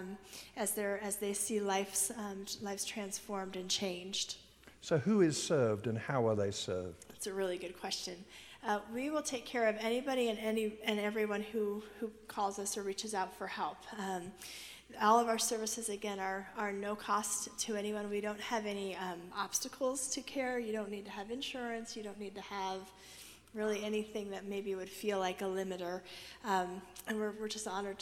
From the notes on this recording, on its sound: At Timberline Church - Audio. Live.